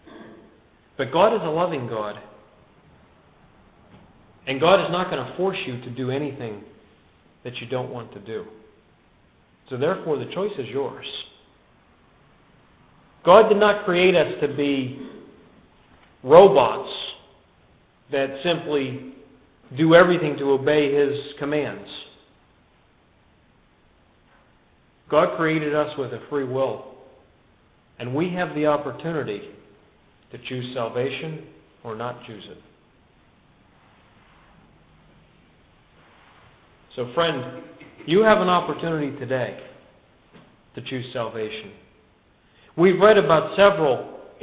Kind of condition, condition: setting, large echoing room